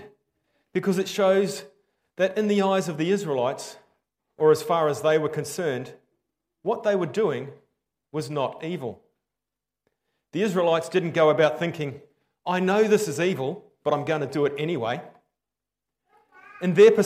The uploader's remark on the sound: Preached 15/10/23 Am Service.